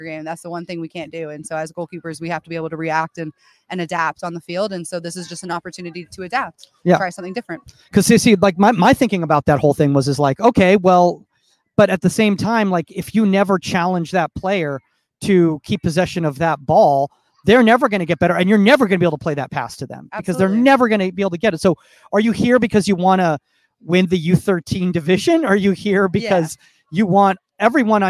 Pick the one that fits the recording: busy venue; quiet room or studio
busy venue